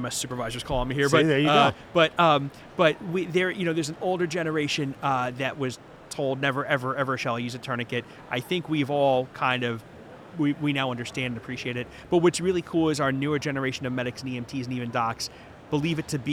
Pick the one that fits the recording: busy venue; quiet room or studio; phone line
busy venue